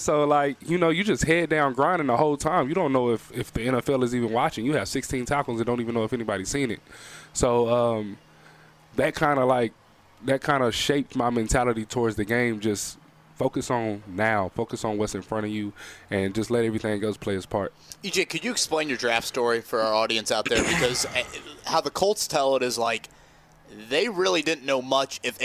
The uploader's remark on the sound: LIVE from Colts training camp in Westfield!